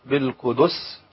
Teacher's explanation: فيها ضغط على الدال وديتها يعني اكتر من حجمها الطبيعي · Term: الخطأ الشائع